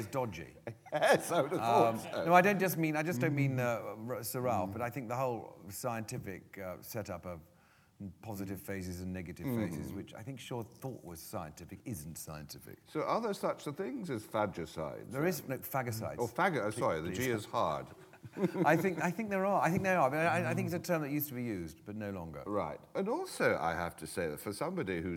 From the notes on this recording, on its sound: This is a live recording of a Platform event from September 2012.